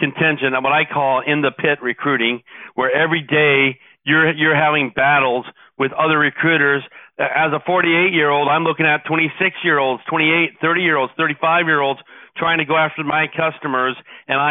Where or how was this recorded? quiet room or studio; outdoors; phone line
phone line